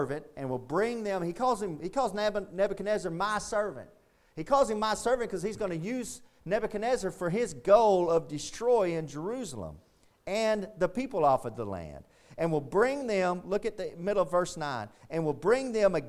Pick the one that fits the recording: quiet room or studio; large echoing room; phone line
large echoing room